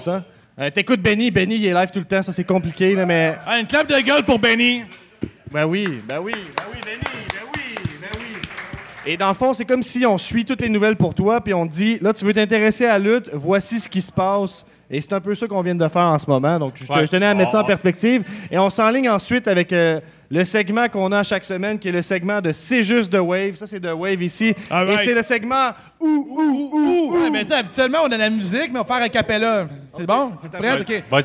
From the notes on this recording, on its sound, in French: 158 - CJDLL Live au Festipod. CJDLL est live au Festipod, le plus gros festival de podcasts au Québec, pour la deuxième année consécutive et cette fois, devant un public en feu !